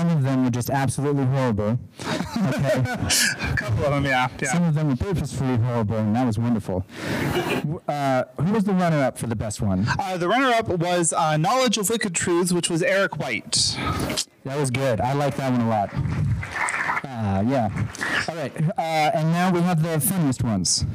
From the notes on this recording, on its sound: We're Live from Dragonsteel 2023. Please forgive the audio quality if possible.